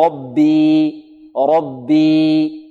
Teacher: إذا سكننا الياء وقبلها كسرة نجيز حركة الياء، فتكون الياء حرف مد ولين، تكون الياء حرف مد ولين، نقف عليها بحركتين